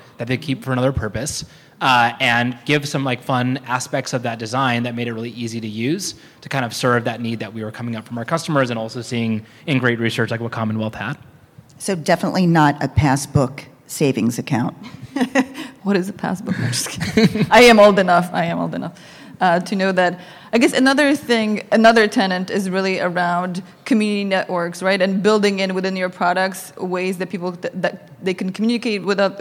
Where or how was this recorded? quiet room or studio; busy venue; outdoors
busy venue